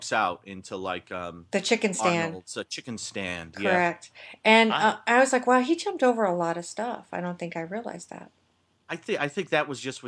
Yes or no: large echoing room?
no